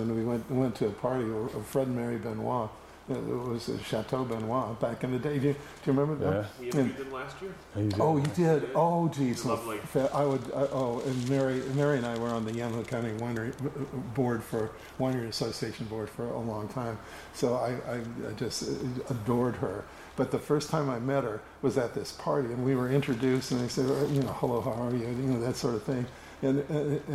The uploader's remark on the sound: This video contains a bit of static audio.